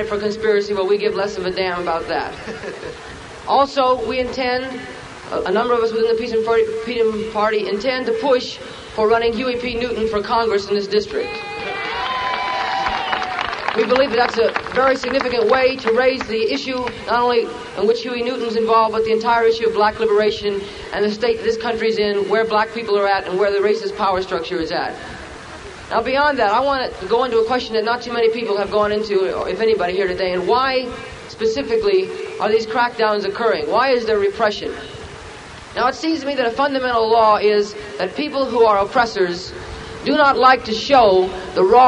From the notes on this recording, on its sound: Black Panther Party Rally 1968